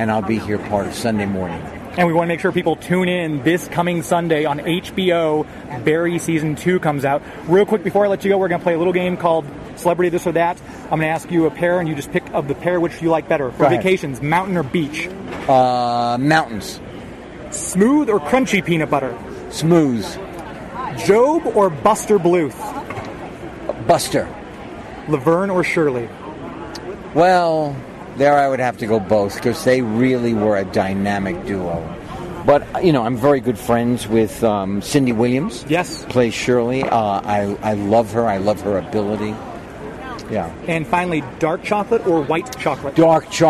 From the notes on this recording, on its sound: LIVE from Planet Comicon 2019!